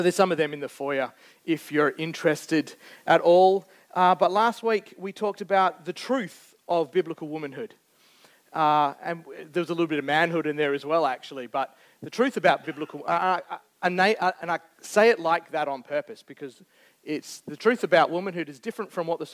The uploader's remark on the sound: Recorded Live on 21st May 2023. Geraldton Baptist Church.